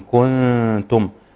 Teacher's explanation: فقل إن كنتم، عندنا غنتين، الغنتين غنى مرققة، والغنى زي ما تعلمنا إن هي تتبع ما بعدها، فما بعد التفخيم والترقيق، في التفخيم والترقيق، وهنا الحرفين اللي بعدهم مرقق.